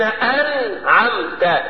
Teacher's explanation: فاللسان لا يرتفع ولا عمل له ولا مع النون، وليس بين الهمزة والتاء الا غنة مجردة · Term: الاخفاء